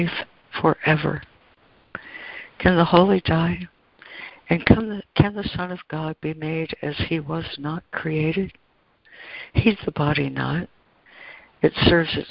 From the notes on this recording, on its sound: ACIM Daily Conference Call